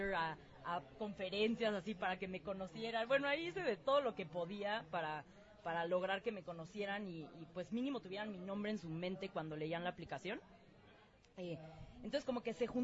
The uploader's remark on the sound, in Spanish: Transmisión desde la Fiesta del Libro y de la Rosa 2019. Transmisión desde el CCU.